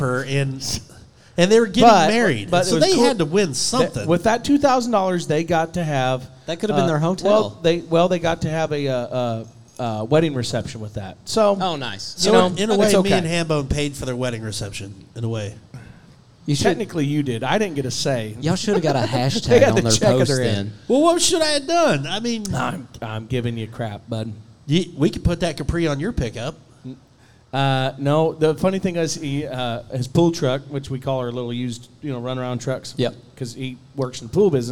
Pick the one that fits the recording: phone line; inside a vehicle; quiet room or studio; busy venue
busy venue